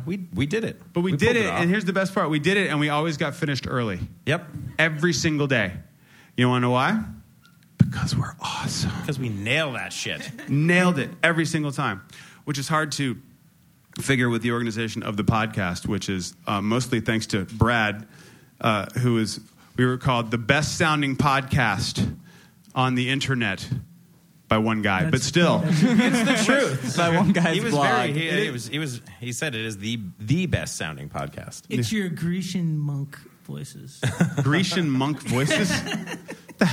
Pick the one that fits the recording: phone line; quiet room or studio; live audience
live audience